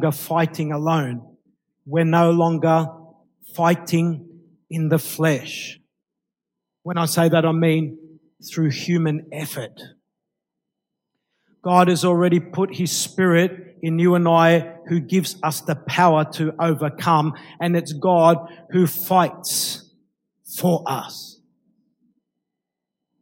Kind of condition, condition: setting, live audience